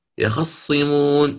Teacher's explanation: في سورة ياسين سيختلس فتحة الخاء